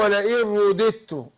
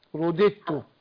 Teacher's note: شوفي هنا في ادغامين، اقول له ولا ان رددت، هنا ادغمت النون بتاعت ولا ان في الراء، في الراء ده ادغام بغير غنة، وبعدها الدال الثانية في رددت، الدال الثانية ادغمت في التاء ادغام متجانسين، فاقول ايه ولا ان رددت، رددت نطقت دال واحدة وبعدين نطقت التاء بعد كده، فالتاء الثانية ادغمت في التاء، الدال الثانية ادغمت في التاء، روديتو.